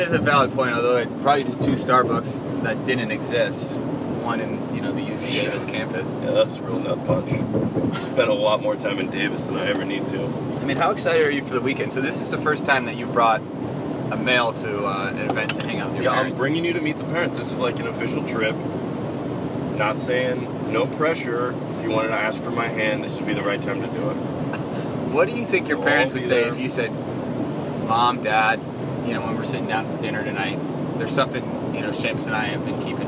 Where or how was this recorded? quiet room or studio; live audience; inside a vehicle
inside a vehicle